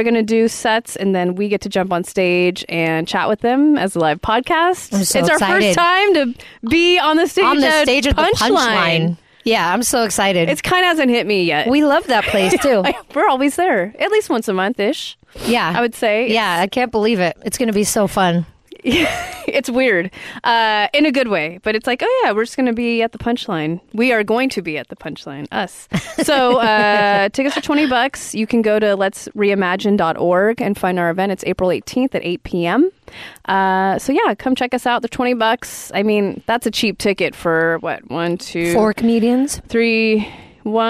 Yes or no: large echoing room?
no